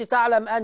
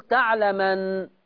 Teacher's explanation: يعني يشيل الهمزه وياخد حركتها يحطها على الحرف الساكن اللي قبلها · Shown in: second take · Term: نقل